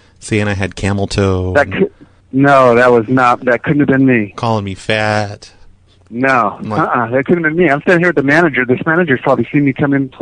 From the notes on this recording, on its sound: Prank Phone Calls Collection